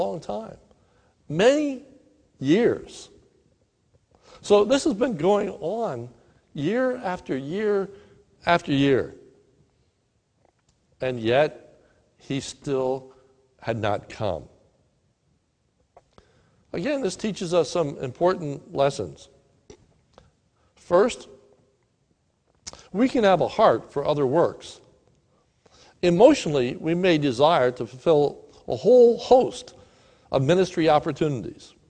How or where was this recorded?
large echoing room